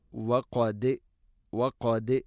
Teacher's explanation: ദാലിനെ കേൾക്കണം അഥവാ ഖൽഖല ചെയ്യണം